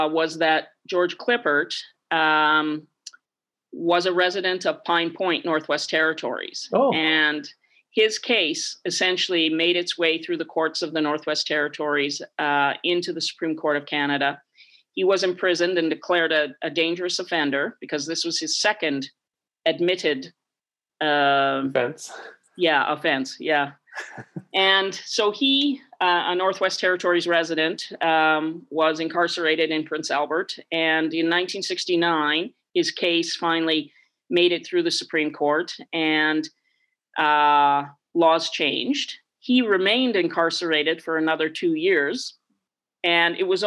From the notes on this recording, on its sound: Over zoom from her home in Victoria.